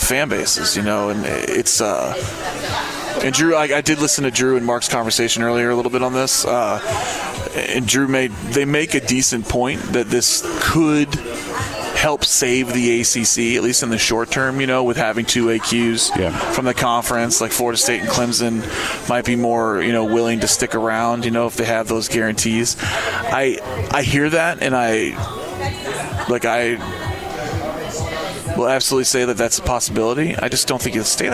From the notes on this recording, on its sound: Broadcasting live from Khalil's! 10966 Dixie Hwy, Louisville, KY 40272.